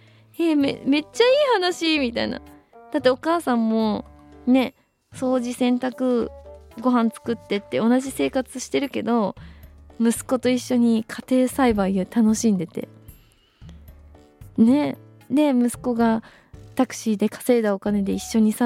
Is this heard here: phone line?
no